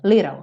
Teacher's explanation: Você pega o T e transforma em rarara